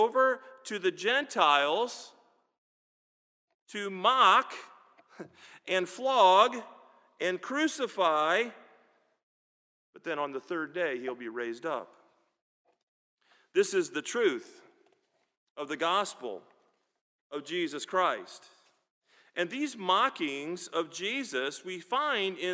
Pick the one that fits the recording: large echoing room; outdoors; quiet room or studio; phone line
large echoing room